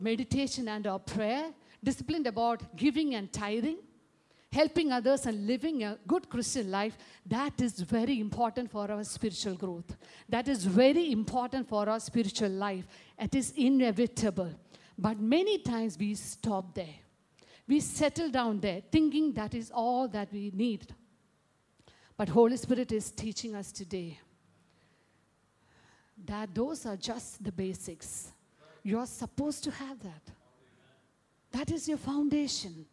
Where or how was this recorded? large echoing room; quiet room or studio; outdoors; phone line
large echoing room